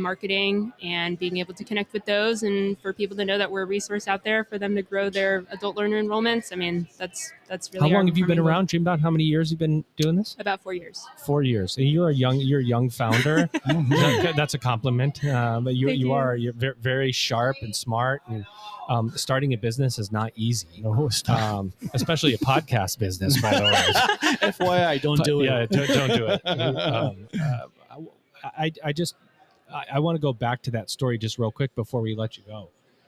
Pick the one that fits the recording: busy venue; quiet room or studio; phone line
busy venue